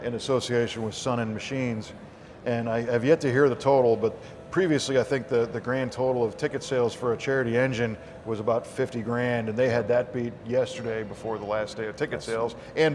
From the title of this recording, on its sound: V8 Radio: Live.. Well, Recorded Live, Anyway, From The 2018 PRI Show in Indianapolis!